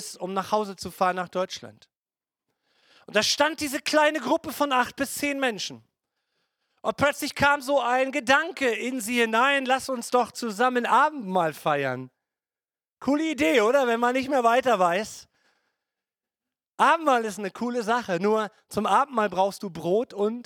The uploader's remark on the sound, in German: Gottesdienst Predigt